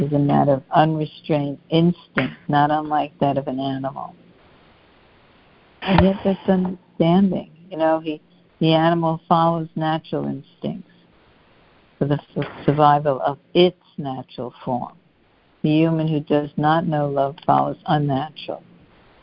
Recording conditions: phone line